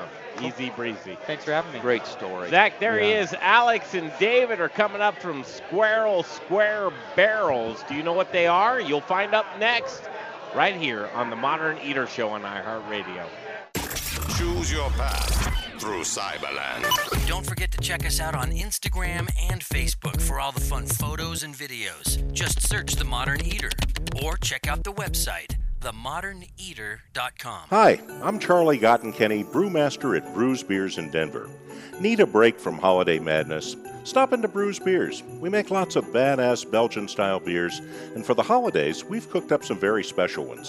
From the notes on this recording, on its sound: Live from Intrepid Sojourner Beer Project in Denver for their 2nd annual Gingerbread Invitational!